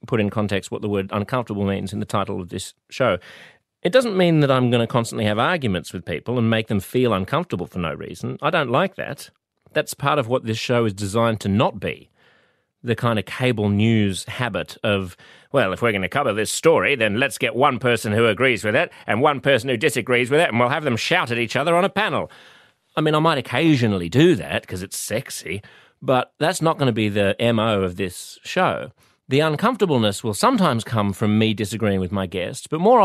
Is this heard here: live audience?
no